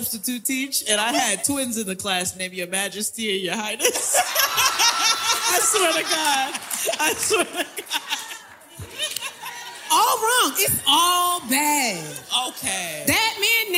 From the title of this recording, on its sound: NYC LIVE SHOW